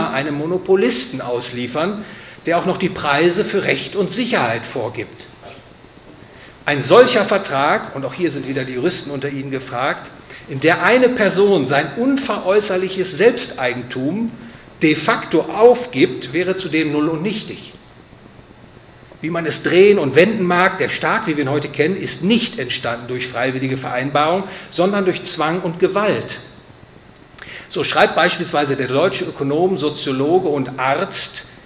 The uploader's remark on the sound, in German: gehalten auf dem Vortragsabend des Hayek-Clubs Oldenburg